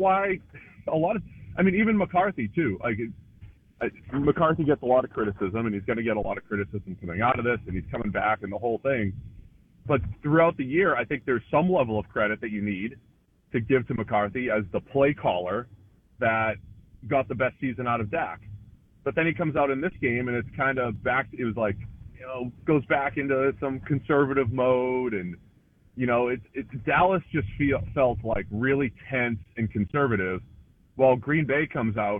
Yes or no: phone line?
yes